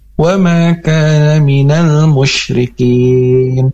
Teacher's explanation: alif lam qomariyah, dan alif lamnya harus terdengar jelas dan dilangsungkan